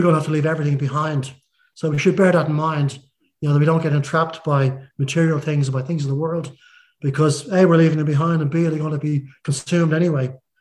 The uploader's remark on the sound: Audio sermon streamed live from The King's Way Christian Fellowship Home Service, Melbourne, Australia.